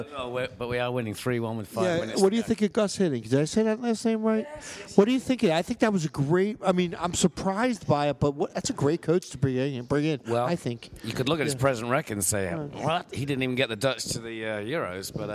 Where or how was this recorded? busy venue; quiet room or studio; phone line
busy venue